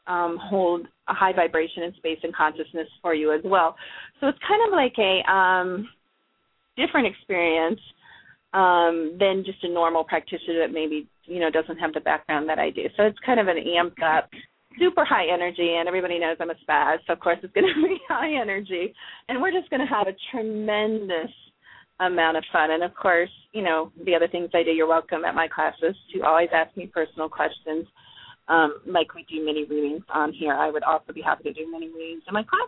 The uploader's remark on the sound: We will be taking LIVE callers